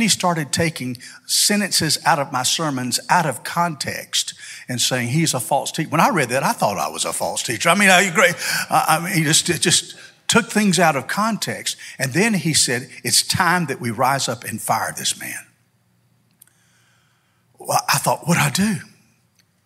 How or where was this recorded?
large echoing room